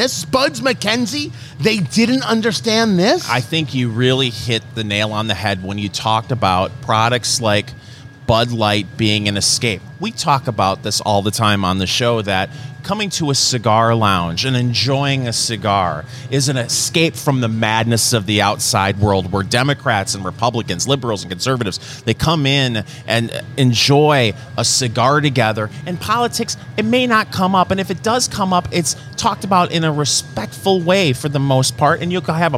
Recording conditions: busy venue